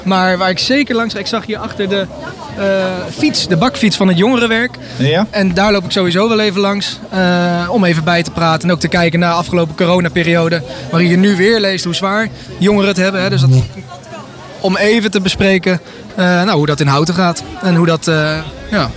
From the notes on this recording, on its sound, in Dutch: Live vanaf de activiteitenmarkt in Houten